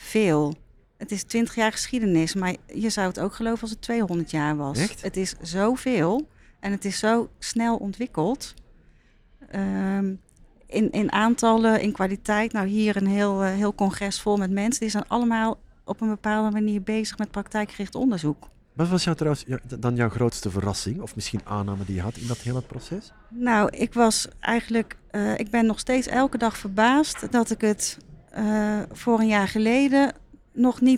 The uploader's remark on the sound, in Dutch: Is een podcastserie opgenomen op het SIA congres 2023, het jaarlijkse congres van Regieorgaan SIA. Deze keer vond het congres plaats in de Woonindustrie in Nieuwegein en daarom vonden we het niet meer dan passend om de podcasts letterlijk in bed op te nemen.